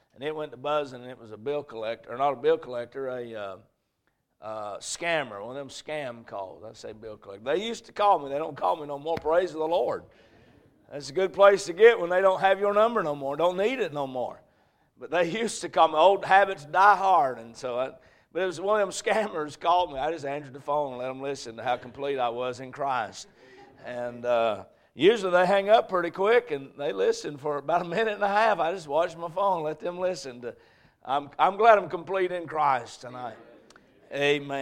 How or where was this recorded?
large echoing room